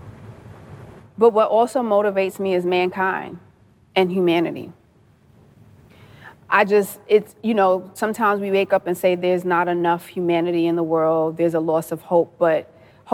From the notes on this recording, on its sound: For the first Intentional Leadership Podcast session in front of a live audience at Academy of Dallas Public Charter School of Entrepreneurship.